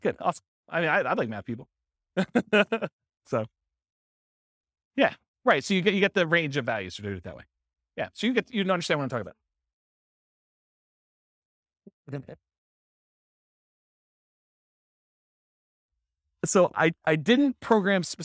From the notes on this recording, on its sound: This was a live class recorded